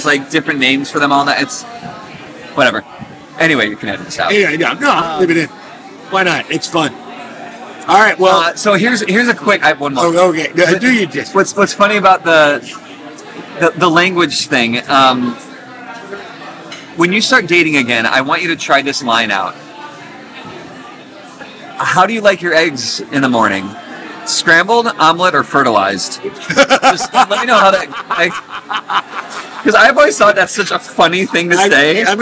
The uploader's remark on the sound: Live from Little Goat Diner, Chicago. They recorded the podcast in a diner.